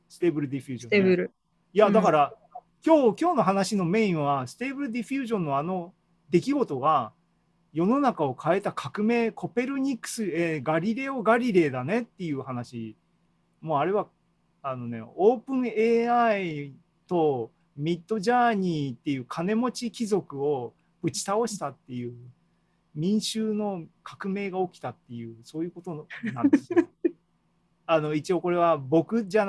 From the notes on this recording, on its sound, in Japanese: ZOOMライブの模様です